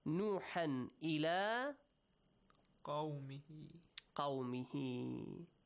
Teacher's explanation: So you stretch the sound of ha. Who, he. This is called Ishba'uha al-Dhamir. · Term: ishba'u ha'il dhamir